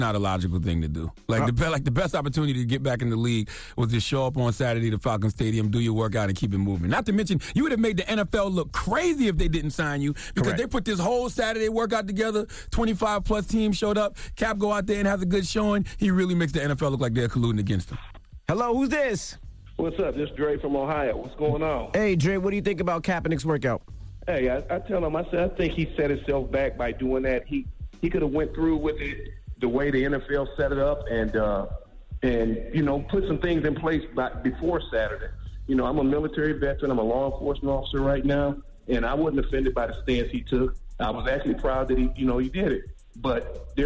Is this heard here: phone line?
yes